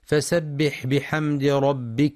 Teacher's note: فسبح، كما يراعى إعطاء حرف السين صفة الصفير والرخاوة في فسبح، والحذر من قلقلة الحاء الساكنة بل يجرى فيها الصوت والنفس